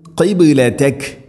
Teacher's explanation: ഖാഫ് ഉച്ചരിക്കുന്ന സമയത്ത് തൊണ്ടയുടെ മുഗൾ ഭാഗവും കഴിഞ്ഞ് ചെറുനാക്കിൻ്റെ ആ ഒരു ഭാഗമാണ് ഖാഫിൻ്റെ മഖ്റജ്